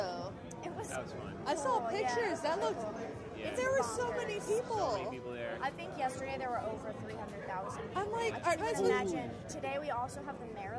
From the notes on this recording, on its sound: LIVE at the Tacoma Guitar Festival